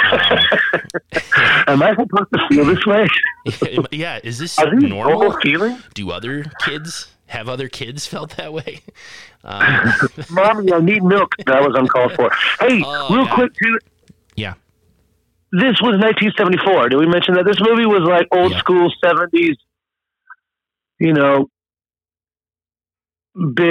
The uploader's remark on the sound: Well we lost the original recording for Episode 87: Vampyres. However your fearless hosts connected over the phone to do a fast review of the movie.